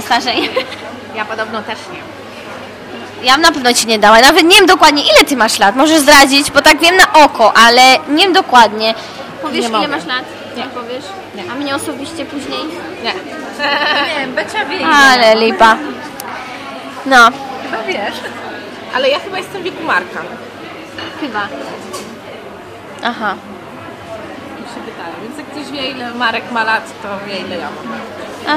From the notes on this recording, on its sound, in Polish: Odcinek nagrany w galerii Krakowskiej z "naturalnym podkladem".